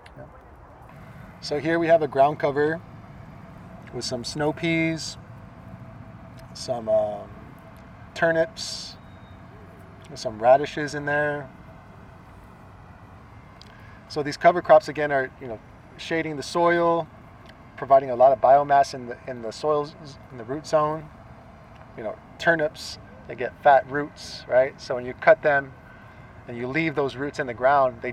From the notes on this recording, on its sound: a tour of Festival Beach Food Forest in Austin, Texas.